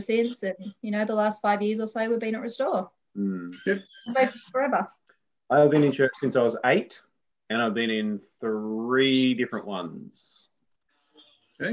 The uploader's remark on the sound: Recorded during our All In Zoom on August 8th, 2021